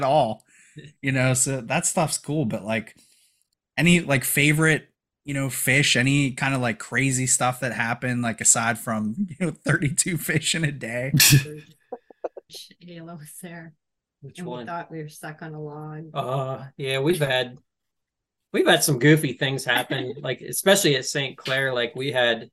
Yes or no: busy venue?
no